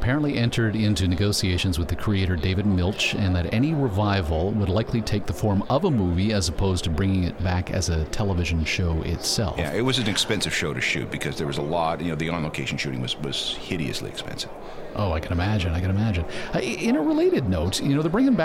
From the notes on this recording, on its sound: We are Live on Location at the Toronto Downtown Record Show!